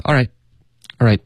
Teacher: 然后特的音省略 all right, all right,非常快，很快